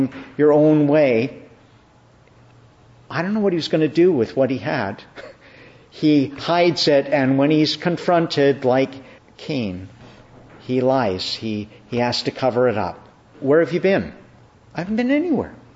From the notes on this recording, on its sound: Evening Service. Preached at Evening Prayer in the Annunciation of the Blessed Virgin Mary, Ottawa.